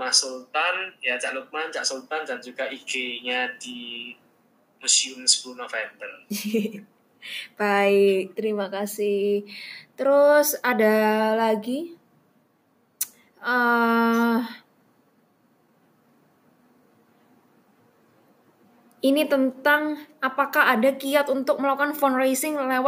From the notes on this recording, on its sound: Surabaya.